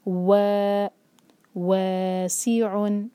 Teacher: واو کے لیے ہمارے ہوٹ گول ہونے چاہیے، اس کو ڈبلیو کی طرح پڑھتے ہیں، وی کی طرح نہیں